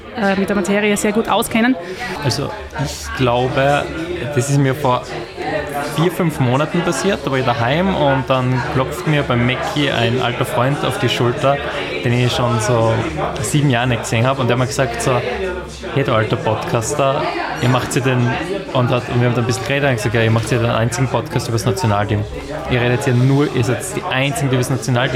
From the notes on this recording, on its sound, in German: Diese Folge ist ein Mitschnitt des Events Graz Podcast Get-Together.